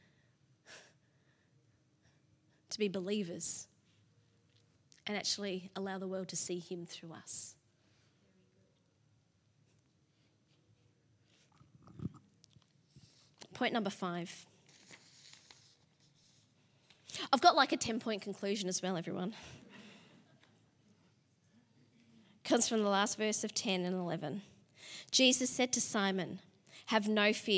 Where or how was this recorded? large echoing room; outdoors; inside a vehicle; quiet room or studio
large echoing room